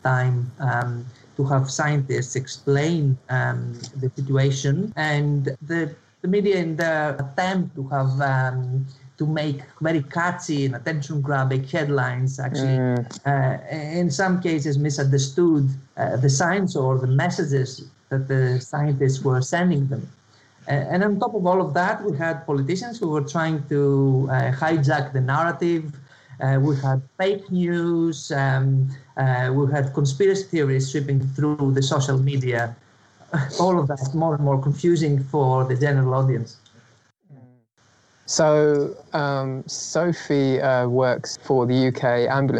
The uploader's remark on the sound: In this episode we share some audio highlights of Statement Art's first-ever live online event, The Great Disorder. The event was a private view with a difference.